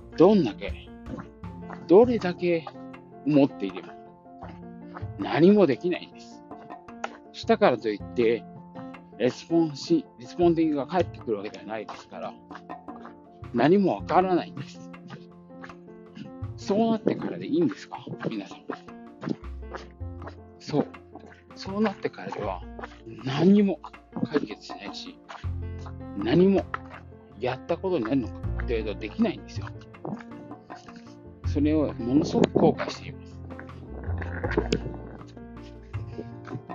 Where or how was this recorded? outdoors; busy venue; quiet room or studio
outdoors